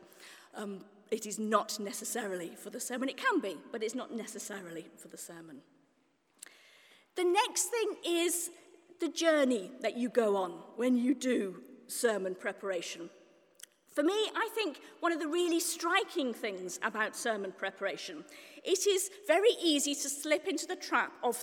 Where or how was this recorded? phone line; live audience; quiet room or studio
live audience